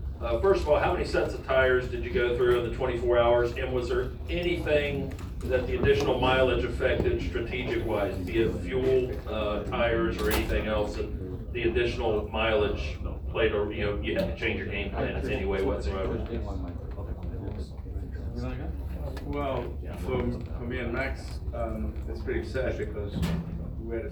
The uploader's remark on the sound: Live from Daytona